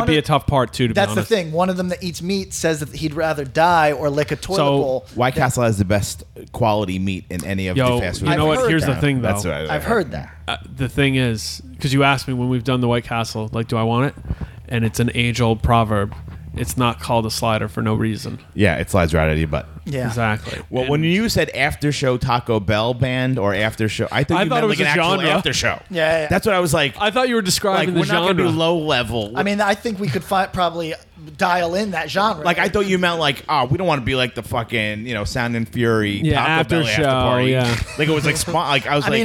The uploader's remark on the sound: On location recording from Back To School Jam.